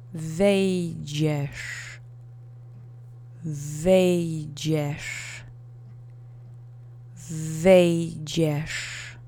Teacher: And the accent is on the first syllable. You'll notice that there's a DZI letter combination.